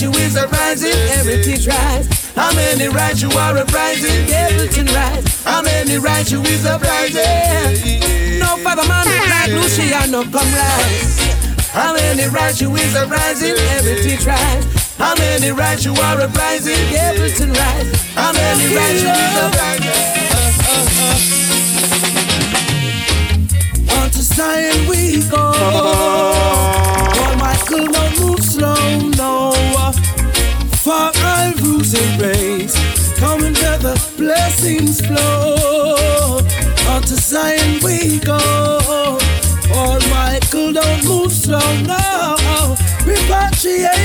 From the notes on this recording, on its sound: Live recording from my set at Island Saturdays.